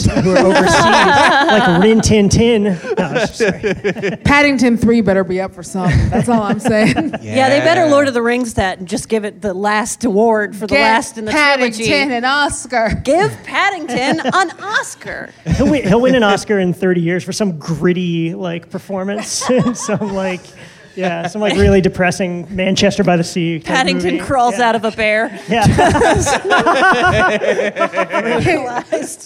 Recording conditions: live audience